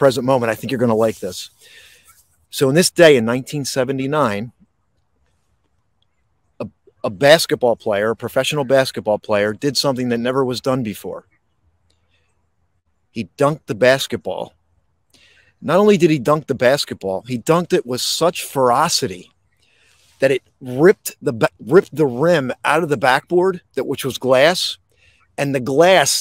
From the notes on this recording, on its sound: This Episode originally streamed live on location at Princeton Battlefield State Park. State park in Princeton, New Jersey. The audio from this podcast was taken directly from this live stream.